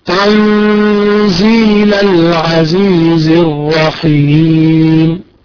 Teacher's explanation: طيب قف على النون في كلمة تنزيلة في كلمة تنزيلة النون الساكنة حكمها الإخفاء، والإخفاء معه الغنة